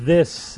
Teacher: quando se fala this, ele é voice, né? Ele, ele parece mais um Z, assim